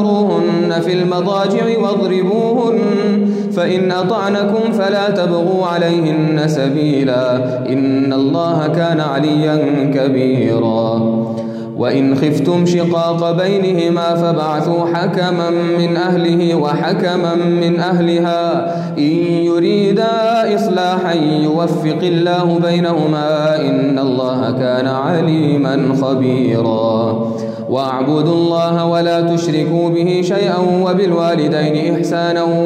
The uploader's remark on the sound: Qiyaam Day 4 at the houghton Houghton masjid